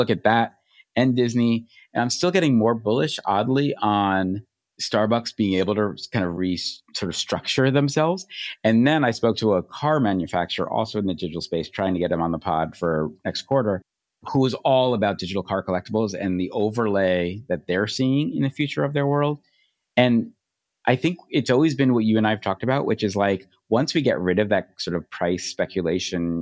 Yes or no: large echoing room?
no